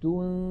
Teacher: ننتقل من التاء إلى غن إلى مخرج الذال، ولكن لا ننطق ذالا بل ننطق من الأنف غنة